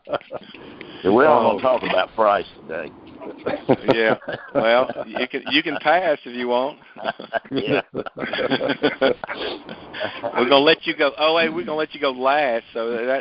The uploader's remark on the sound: Monthly Conference Call